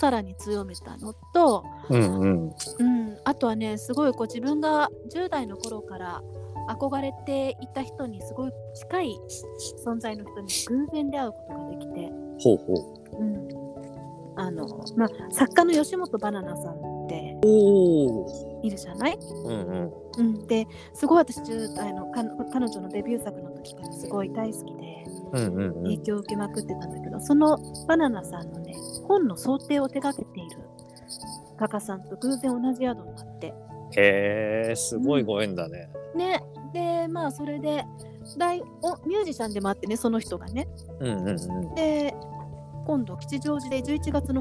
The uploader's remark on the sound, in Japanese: 最寄駅から歩きながら